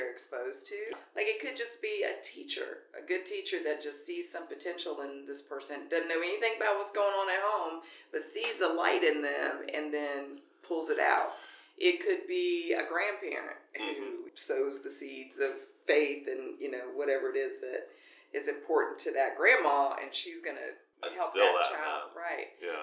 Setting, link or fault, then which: fault, poor sound quality